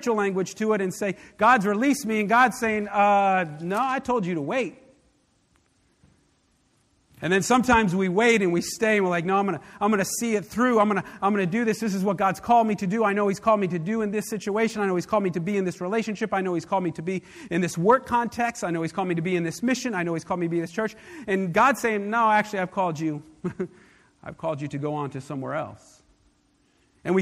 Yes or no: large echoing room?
yes